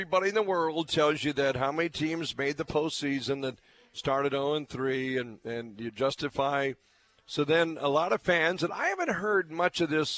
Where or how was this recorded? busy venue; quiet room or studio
busy venue